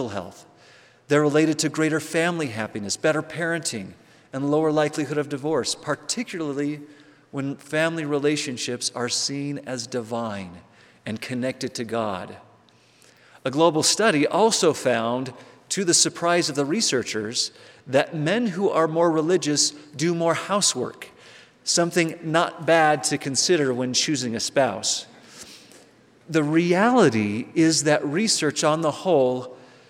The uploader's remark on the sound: On Tuesdays, we'll bring you live devotionals and forum addresses from the BYU campus.